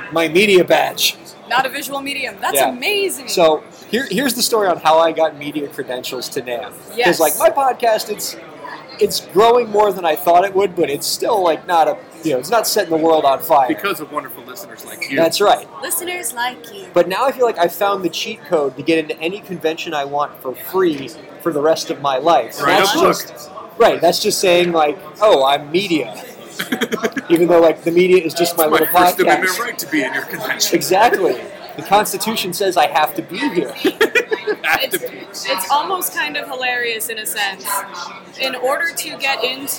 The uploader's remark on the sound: BTB from NAMM 2016. The Break the Business Podcast is on location at NAMM 2016 in Anaheim, California. NAMM 2016 is a world famous convention that features music equipment and merchandise from manufacturers all over the world.